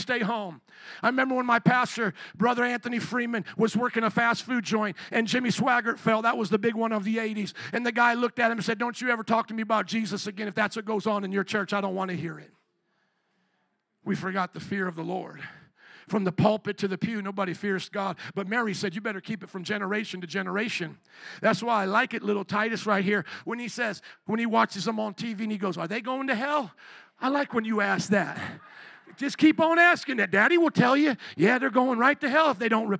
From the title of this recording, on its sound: 2023 Christmas Eve Service